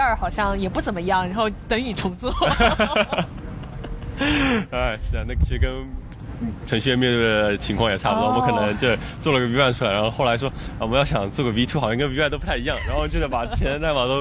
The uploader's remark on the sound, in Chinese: 户外录音，稍有杂音